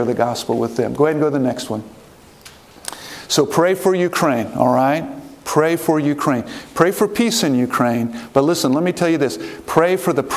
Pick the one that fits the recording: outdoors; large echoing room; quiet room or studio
large echoing room